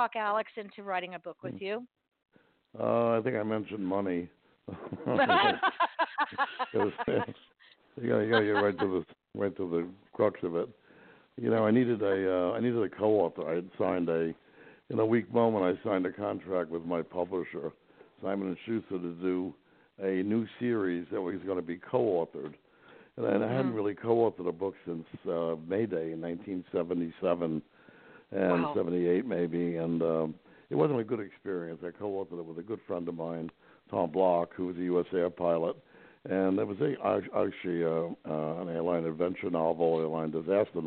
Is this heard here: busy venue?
no